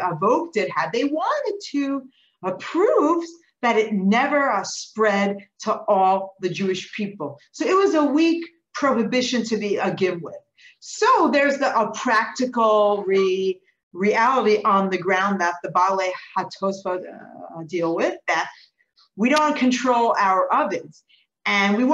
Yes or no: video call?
yes